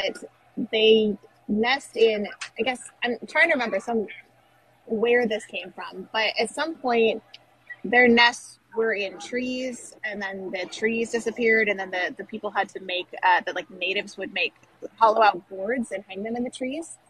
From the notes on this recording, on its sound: Epcot's Flower & Garden Festival. We go LIVE on location at Epcot for this visually stunning festival.